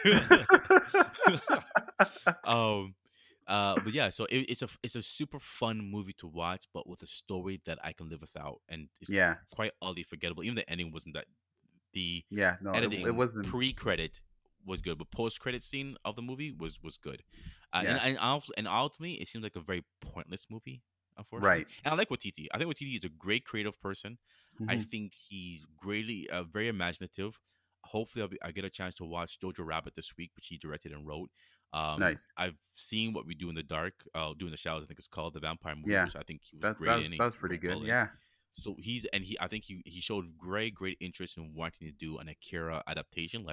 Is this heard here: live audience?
no